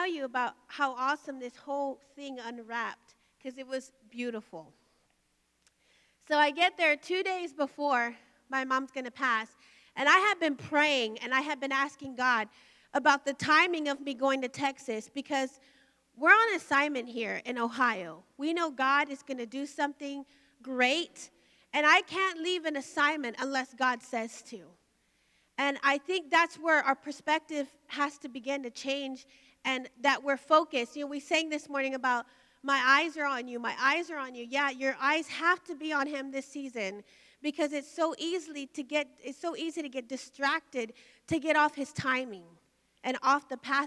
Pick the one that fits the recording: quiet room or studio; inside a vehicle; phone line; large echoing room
large echoing room